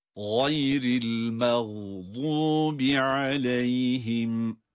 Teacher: mağdub kelimesindeki gayin kalın, vat harfi kalın.